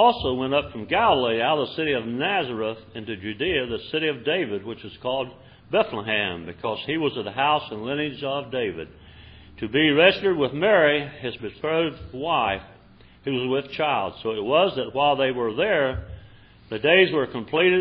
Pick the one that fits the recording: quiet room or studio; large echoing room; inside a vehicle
large echoing room